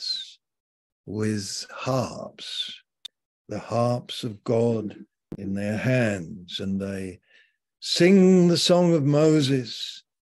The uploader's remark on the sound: Malaysia Meets (Zoom)